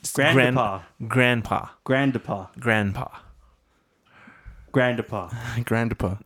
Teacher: The D and the N become silent and becomes grandpa. · Term: the D is silent